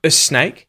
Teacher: The word A is going to turn into a schwa